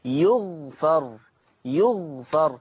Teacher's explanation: فيقرأ يغفر بضم الياء وسكون الغين وفتح الفاء